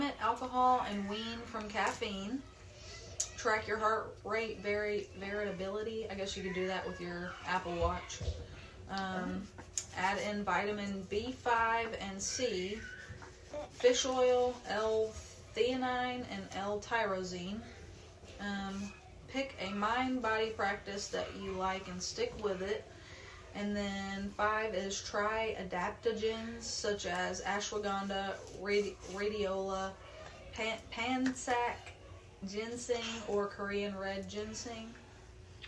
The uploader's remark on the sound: warning the audio in this episode is low to reduce noice